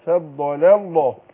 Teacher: قل فضل الله، رقق اللام الأولانية ورح فخم لام لفظ الجلالة، فضل الله ما قلتش فضل الله، لا فضل الله.